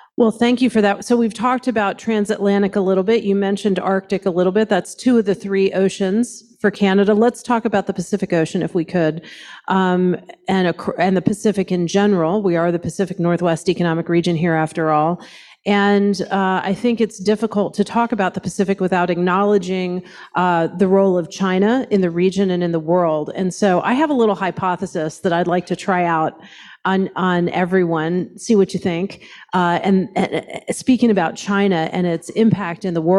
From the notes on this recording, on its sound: Ambassadors Unscripted at the PNWER Summit Roundtable. Recorded live at the Pacific NorthWest Economic Region summit in July.